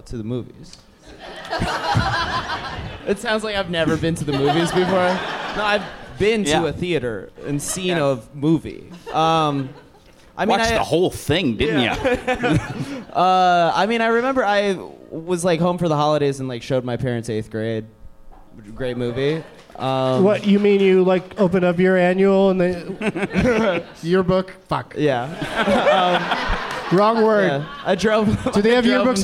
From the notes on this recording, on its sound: Live from the SF Sketchfest in San Francisco